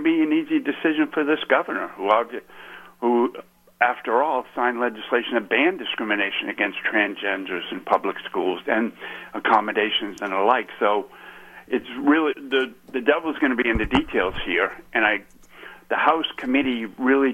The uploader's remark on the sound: calling LIVE from Las Vegas